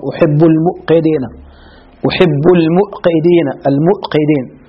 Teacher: الواو إذا كانت ساكنة إثر ضم بعض العرب يهمزها